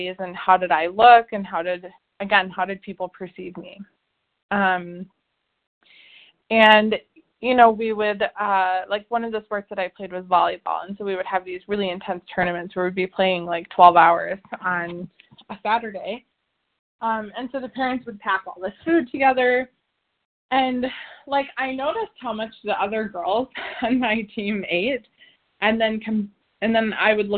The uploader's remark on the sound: the 100 Pounders Phone Meeting on 11/1/20